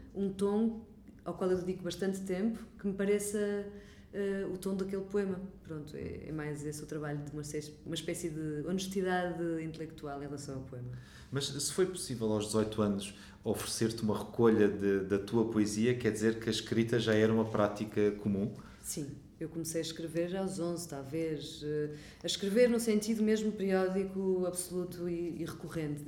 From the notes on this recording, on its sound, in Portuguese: numa conversa gravada nas Correntes d’Escritas